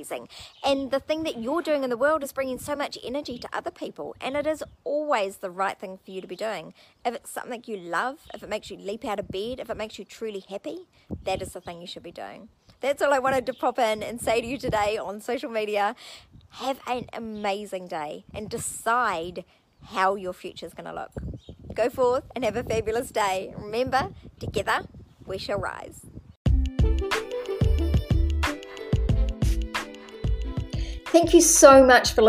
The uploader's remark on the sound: This audio was recorded outside so I apologize for the sound quality